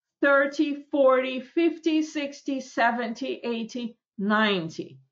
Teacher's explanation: Ударение на первую часть падает.